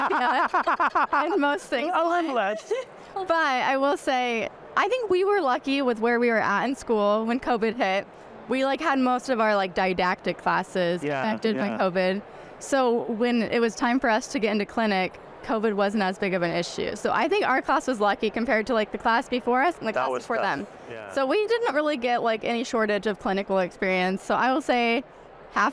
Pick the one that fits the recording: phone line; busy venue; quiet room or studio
busy venue